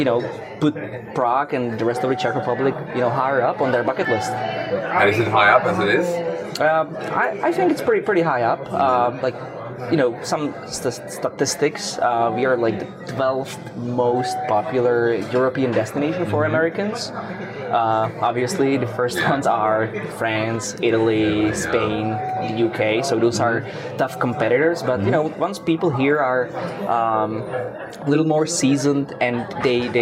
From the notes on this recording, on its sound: recorded the interview in Ichiran Ramen in Brooklyn